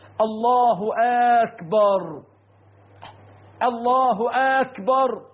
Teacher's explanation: اضبط لسانك، الله أكبر، الله أكبر، مش الله أكبر. كذا من أخطائهم عند التكبير إدخال همزة الاستفهام على لفظ أكبر